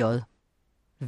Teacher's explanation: H udtales ikke, når det kommer foran V og J.